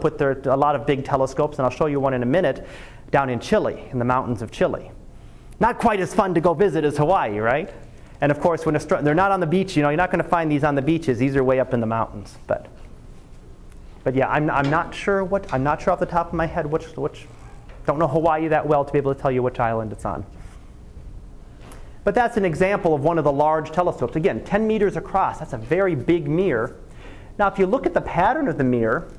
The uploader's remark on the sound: Live Class Lecture